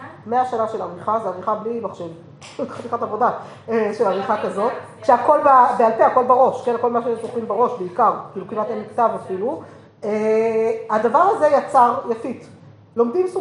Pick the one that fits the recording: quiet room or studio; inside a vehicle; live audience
live audience